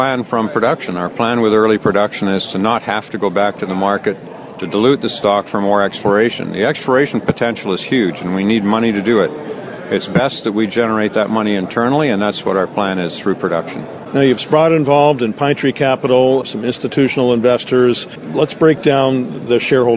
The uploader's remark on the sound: from the Vancouver Resource Investment conference